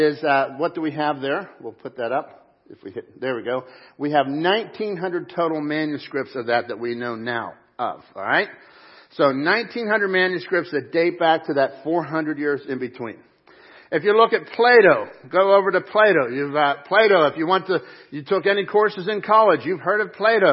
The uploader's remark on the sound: Crossroad Ministries Live Service